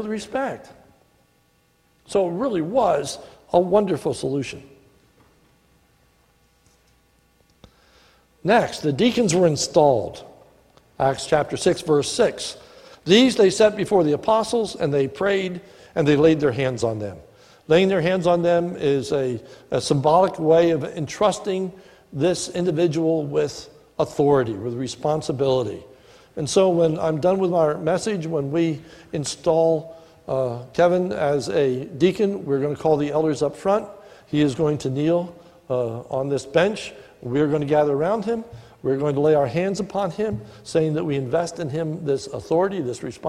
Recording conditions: large echoing room